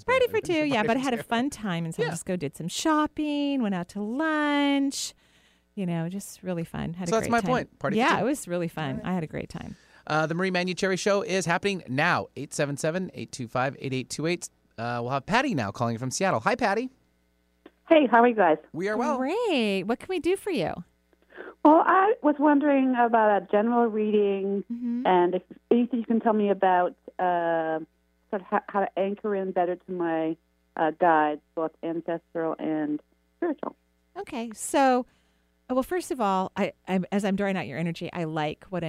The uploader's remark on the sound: On today's call in show